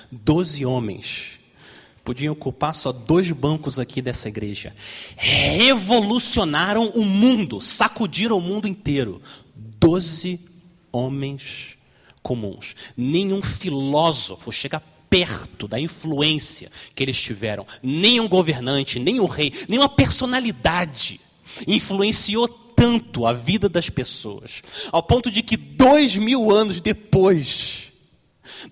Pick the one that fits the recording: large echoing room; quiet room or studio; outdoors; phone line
large echoing room